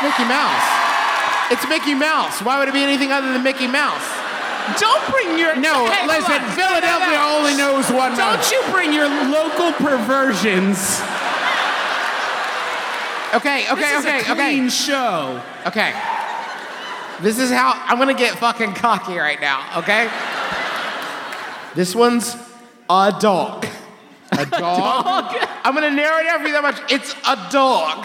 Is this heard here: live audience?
yes